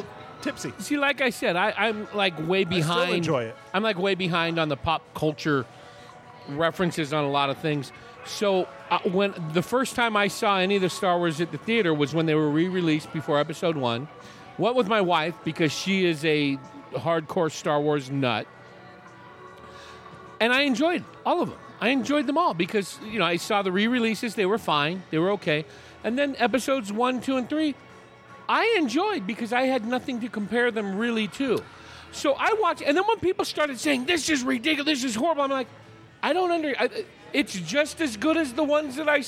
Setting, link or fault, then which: setting, busy venue